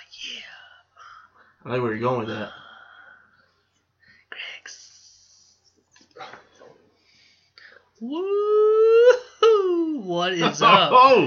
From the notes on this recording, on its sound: WE ACCIDENTALLY RECORDED THE WHOLE SHOW WITH THE MICROPHONE ON THE LAPTOP. I'M SURE THE AUDIO IS HORRIBLE.